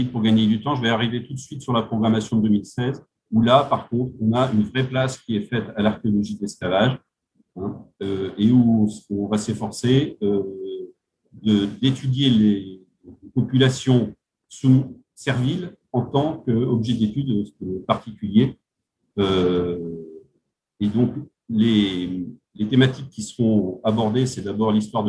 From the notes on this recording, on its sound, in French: Discussion Enregistré sur Zoom